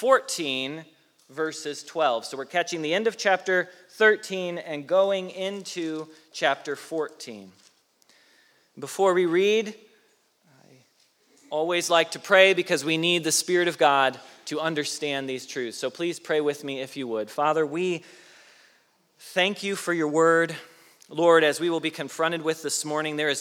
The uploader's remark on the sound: Message Preached at Valley Creek Church